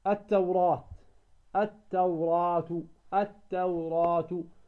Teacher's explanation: كم نمد الألف هنا إذا وصلنا؟ نمدها بمقدار حركتين، فنقول وما أنزلت التوراة ما نقول التوراة، لا، نقول التوراة خلاص بمقدار كم؟ · Term: مد طبيعي